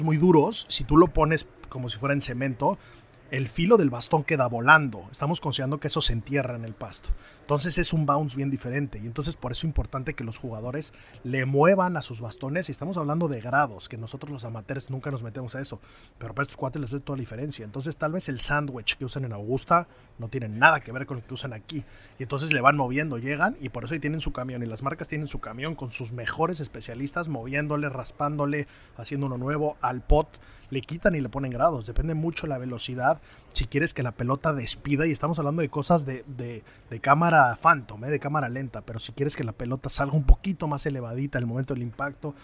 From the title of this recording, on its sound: Live From The OPEN 150